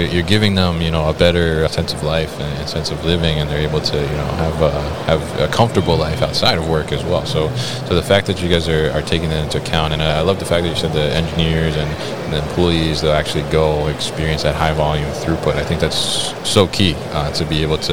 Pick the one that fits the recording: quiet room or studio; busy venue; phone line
busy venue